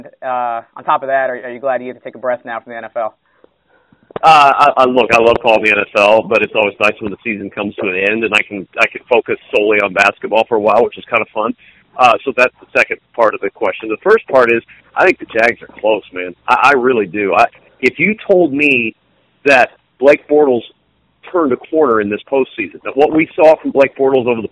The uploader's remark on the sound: Called in immediately after Purdue's loss to Ohio State.